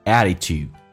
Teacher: T 发 D 这个发音，很简单，两个元音中间所加的辅音要被浊化